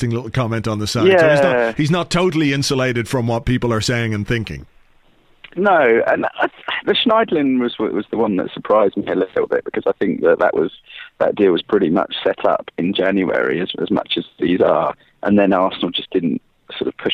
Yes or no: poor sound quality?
no